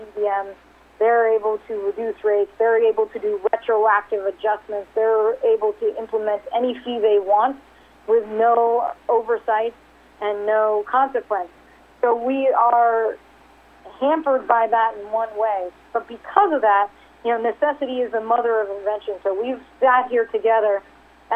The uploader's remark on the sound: RXMD 2019 3rd Quarterly Conference Call